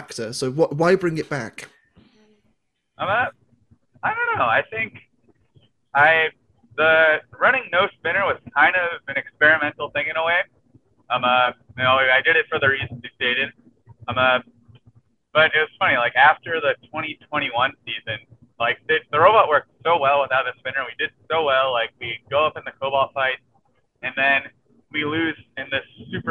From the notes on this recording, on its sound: Live from his car! Hence no video.